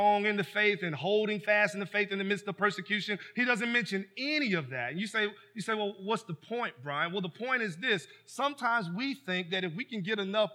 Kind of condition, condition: setting, large echoing room